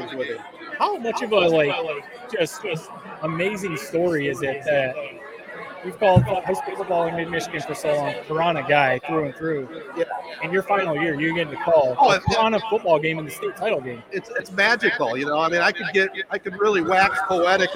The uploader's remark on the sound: LIVE At Buffalo Wild Wings For Corunna State Championship Tailgate. Before the game we got the community together at Buffalo Wild Wings for a tailgate, and we did a LIVE podcast.